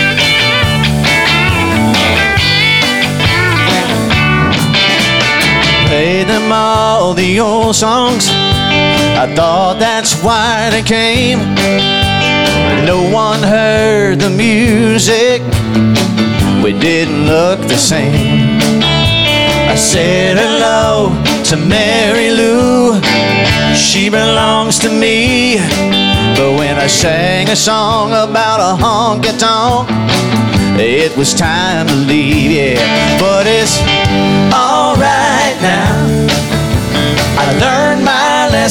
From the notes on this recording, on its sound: Live at the SouthPoint Casino